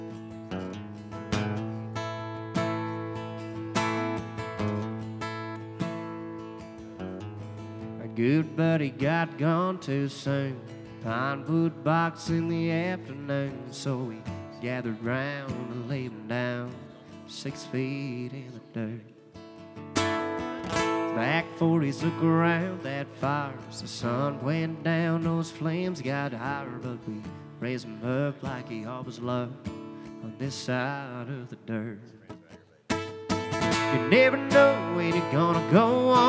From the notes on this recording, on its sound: Rounds At Live Oak In Nashville.